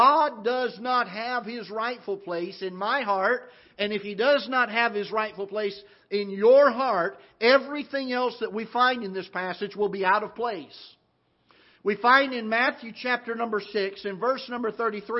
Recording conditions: large echoing room